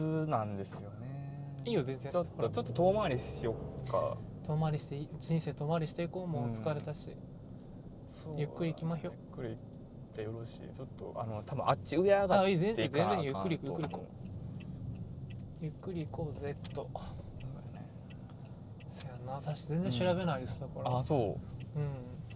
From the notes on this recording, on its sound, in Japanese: 今回はドライブしながら収録しました!!車内の会話を盗み聞きする感覚で聴いてみてください。